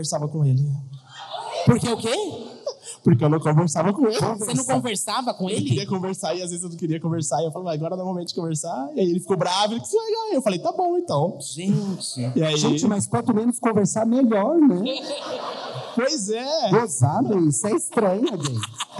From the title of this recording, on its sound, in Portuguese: Ao Vivo no Teatro